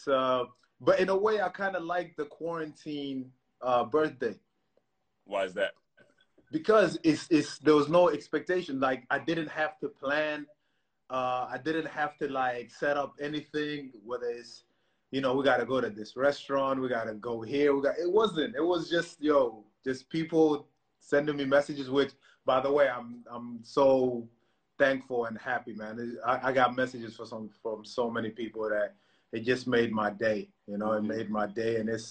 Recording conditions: video call